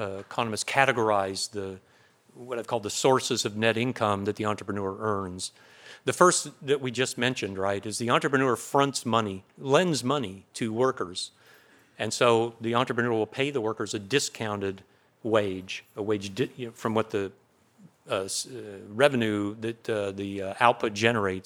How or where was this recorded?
large echoing room